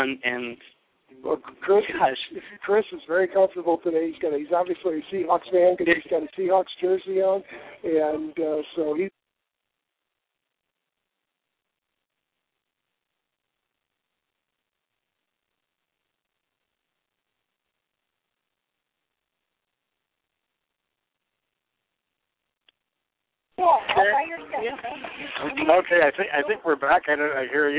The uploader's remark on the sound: broadcast LIVE from the Finals of the Fiesta Bowl Hole In One event at the Arizona Biltmore Resort